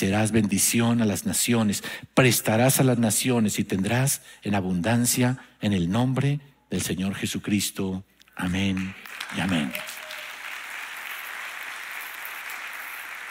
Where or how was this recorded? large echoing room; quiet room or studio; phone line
large echoing room